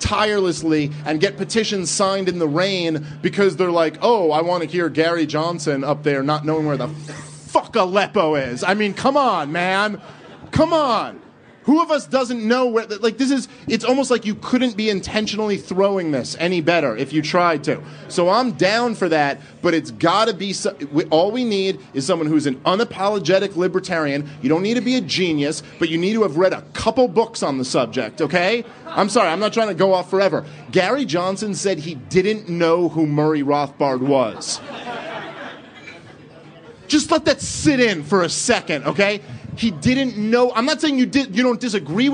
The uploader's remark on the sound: A podcast recorded live in Los Angeles at our special “Liberty Behind the Lines” event. They spent an hour taking questions from fans in attendance.